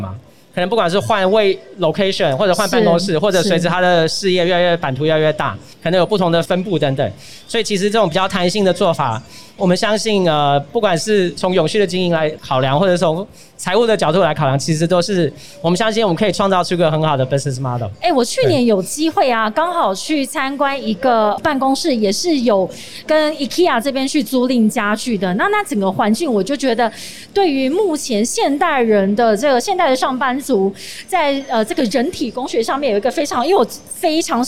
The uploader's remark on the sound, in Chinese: 2021 Energy Taiwan智慧能源週-Live Podcast